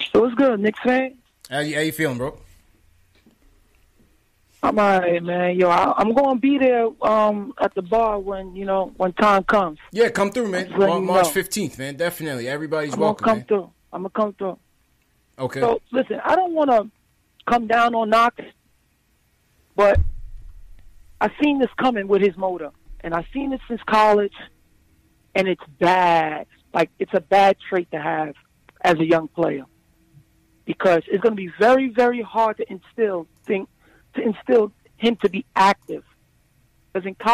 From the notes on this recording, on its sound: take live phone calls from fans around the world